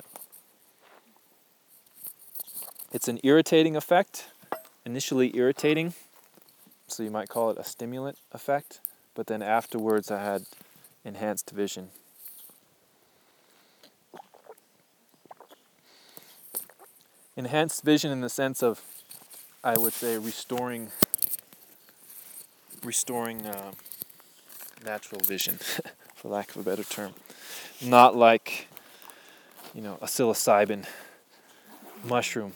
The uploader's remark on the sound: I’m sharing a recording from 2015, in the field with my apprentices.